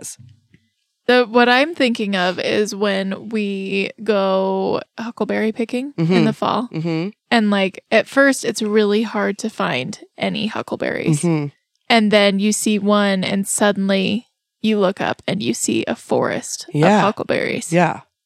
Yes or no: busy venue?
no